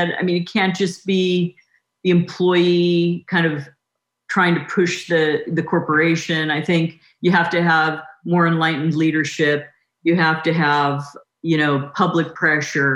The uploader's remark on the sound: Recorded as part of the Lesbians Who Tech virtual Pride Summit. This interview was recorded as part of the Lesbians Who Tech virtual Pride Summit.